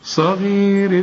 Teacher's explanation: الصاد هنا مفخمة، تاني درجات التفخيم